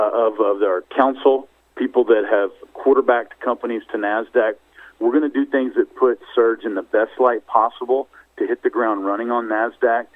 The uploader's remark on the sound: Surge Holdings Inc. Conference Call.